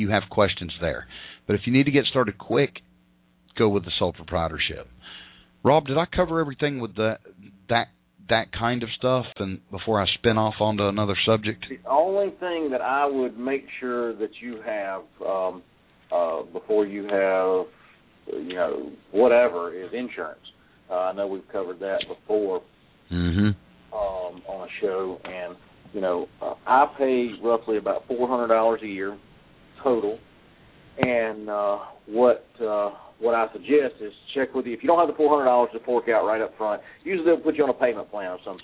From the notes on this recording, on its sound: live call ins